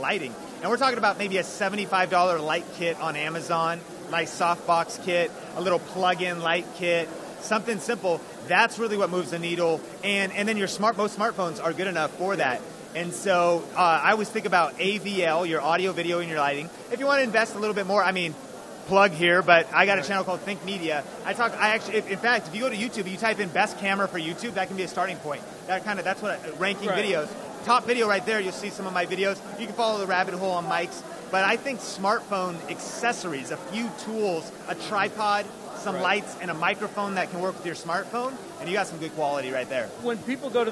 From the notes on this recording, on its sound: live at VidSummit 2017 in Los Angeles